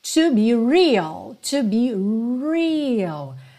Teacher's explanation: Atenção que esse R tem que ser enrolado. É o R da porta com a perna esquerda. Então, não diga real, to be real.